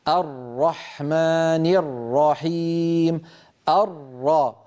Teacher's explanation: هاتان راءان، الر هذه الأولى الساكنة علينا ألا نسرع عندها، علينا أن نعطيها حقها من الزمن · Term: الحرف المشدد